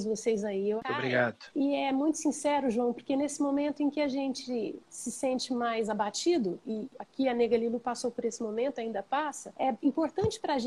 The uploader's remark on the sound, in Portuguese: ao vivo pelo Instagram